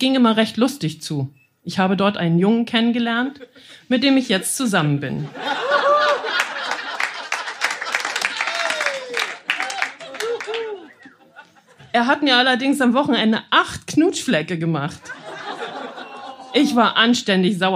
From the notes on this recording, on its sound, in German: In der achtundsechzigsten Podcast-Episode hört Ihr einige Beiträge von unserer Show vom 06.07.2023 im Baergarten des Revier Südost. Heißen Dank an den Baergarten des Revier Südost, unser tolles Publikum.